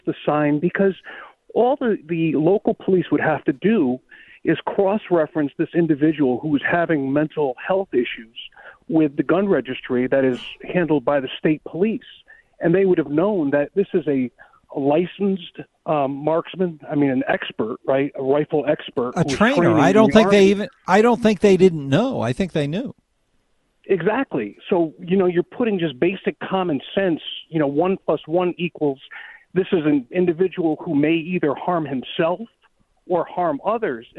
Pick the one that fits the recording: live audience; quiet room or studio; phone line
phone line